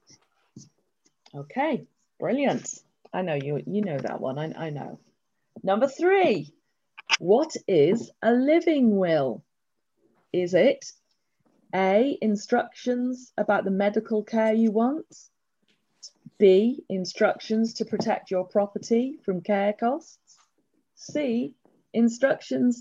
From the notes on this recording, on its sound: This episode was recorded at our Cuppa Coffee online meeting, the most popular property meeting in Manchester!